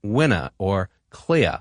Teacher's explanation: mid-Atlantic speakers drop their R's at the end of words · Term: lack of rhoticity